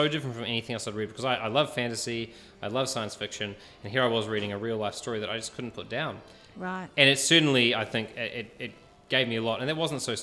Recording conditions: busy venue